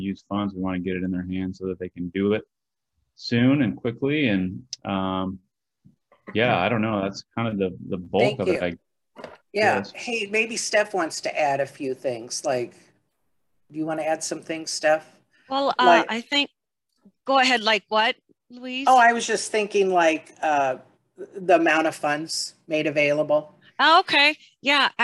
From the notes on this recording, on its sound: University Heights City Council Meeting of August 9, 2022 was held on Zoom.